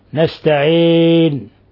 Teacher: نستعين وأيضا تظهر تخلص كسرة العين نستعين لأن بعضهم يقرأ نستعين يقرأ الكسرة يأتي بها مشوبة يعني وسط هكذا بين بين